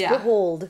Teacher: with a nice bright front L